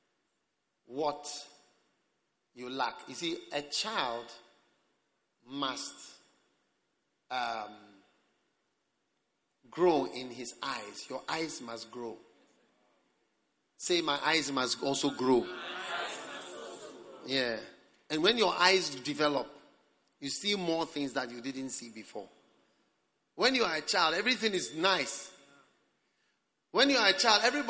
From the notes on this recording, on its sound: Preached at the Prophetic Encounter Service.